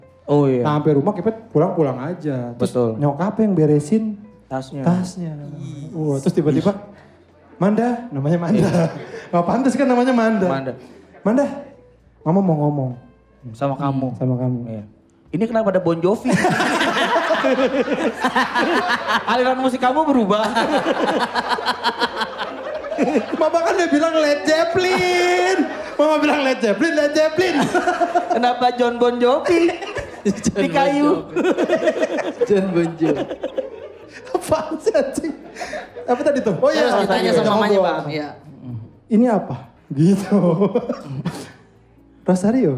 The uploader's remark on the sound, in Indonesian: Podcast Seminggu live Jakarta.